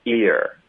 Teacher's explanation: 这其实开头是比较靠近一个 e 的音